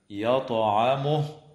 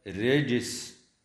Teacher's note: وتقلقل الطاء في كلمة يطعمه والجيم في كلمة رجس